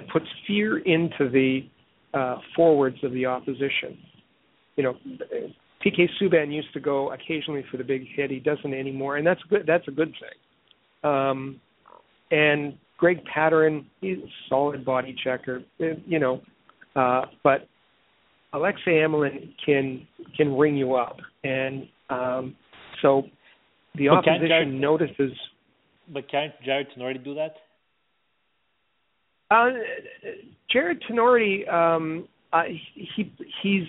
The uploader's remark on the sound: we take your phone calls